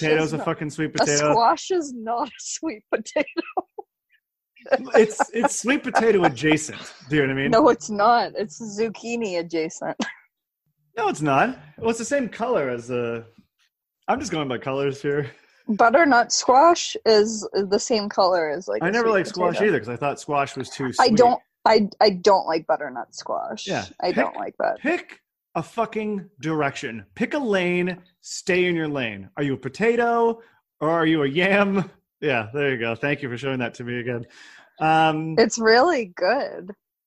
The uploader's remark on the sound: This is the only Zoom-recorded episode so far.